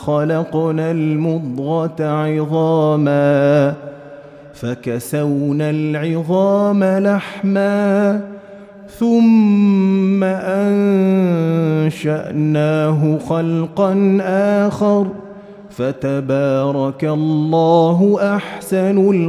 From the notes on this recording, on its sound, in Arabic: مسجل من صلاة التراويح بمسجد السلام بحي مشرفة بجدة.